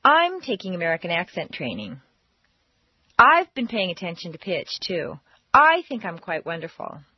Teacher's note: If you stress I every time, it will seem that you have a very high opinion of yourself.